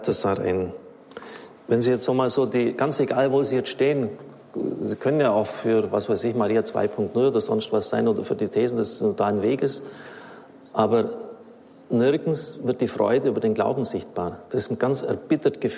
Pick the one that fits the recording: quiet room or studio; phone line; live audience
live audience